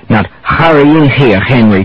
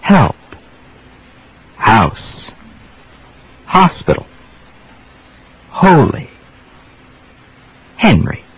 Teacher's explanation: Just a nice, quiet bit of air before the vowel starts. · Shown in: second take · Term: American H